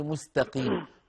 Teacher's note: رقق التاء في مستقيم مستقيم